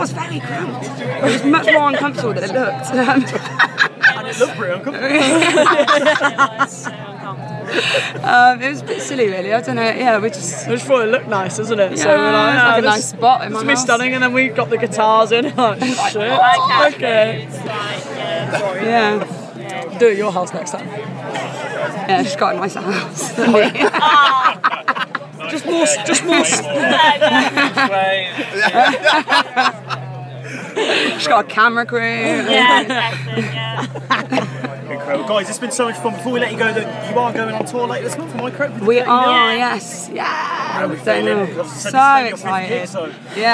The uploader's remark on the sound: Live from 2000 Trees 2023